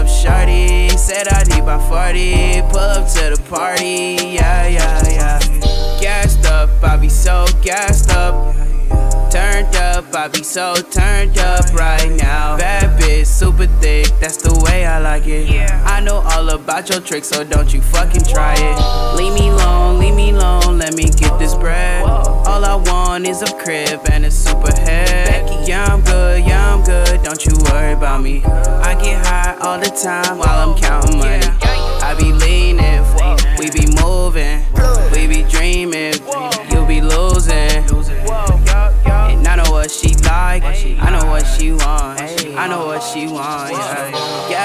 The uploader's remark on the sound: A live recording of the set I did at Erb & Culture!